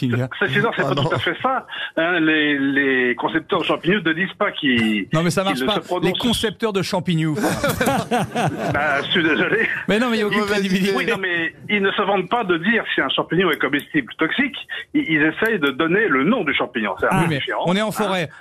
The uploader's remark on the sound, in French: au téléphone des Grosses Têtes